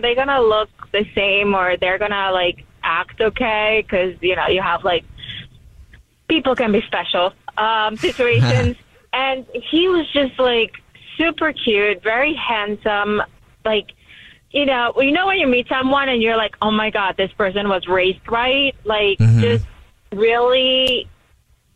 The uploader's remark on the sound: We get that other person on the phone to see why they're "ghosting". There is a woman on the phone.